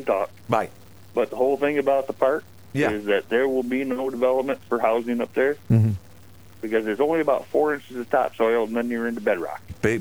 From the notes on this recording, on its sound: fielded calls throughout